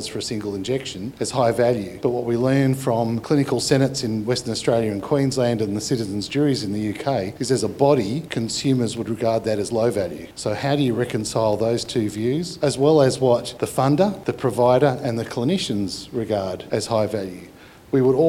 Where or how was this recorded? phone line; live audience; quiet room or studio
live audience